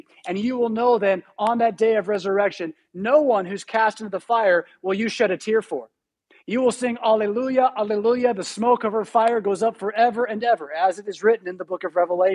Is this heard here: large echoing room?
yes